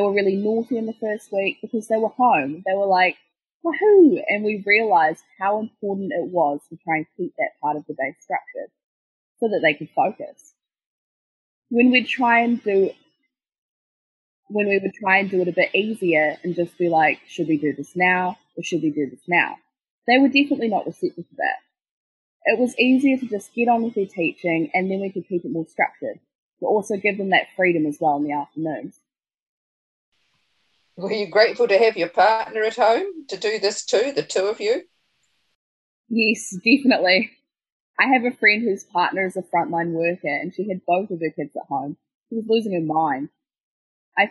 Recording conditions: video call